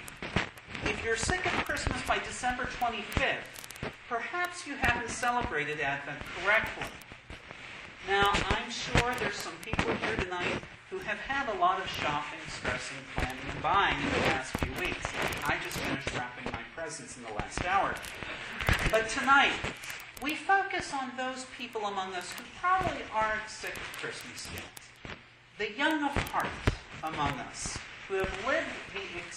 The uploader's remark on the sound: Sorry for the lousy audio quality. I cut out the Q&A with the kids -- the audio was unbearable!